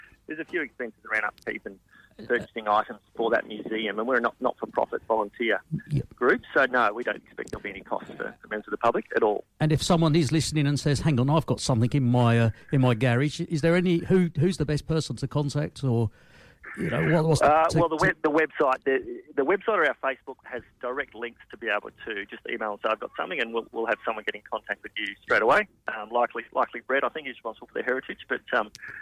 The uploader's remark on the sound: Special guests live by phone